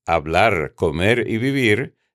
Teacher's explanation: llevan acento prosódico en la última sílaba sin llevar ningún acento ortográfico